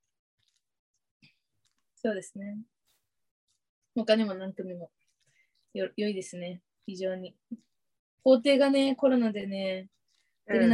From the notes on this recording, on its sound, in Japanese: 東京と富山でzoomにて収録